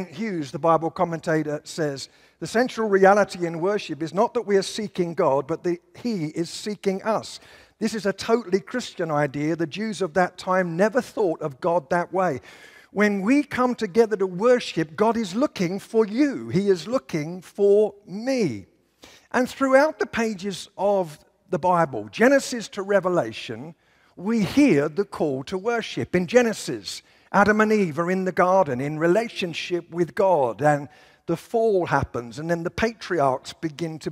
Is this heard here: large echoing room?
yes